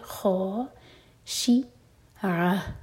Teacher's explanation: خا heavy letter, خا پر فتحہ ساتھ میں الف، تو دو حرف کا لمبا منہ بھر کر پڑھیں گے